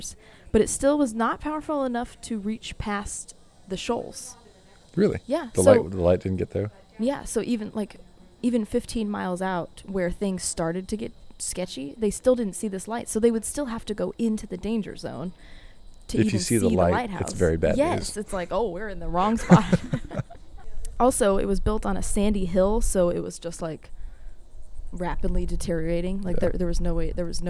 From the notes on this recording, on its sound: Recording this podcast at the physical site of each seaside sentinel. In the shadow of the lighthouses themselves!